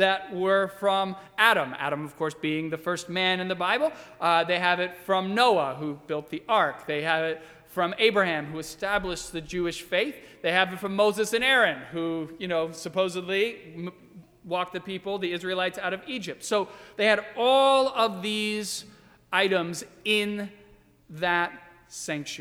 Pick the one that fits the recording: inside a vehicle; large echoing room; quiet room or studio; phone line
large echoing room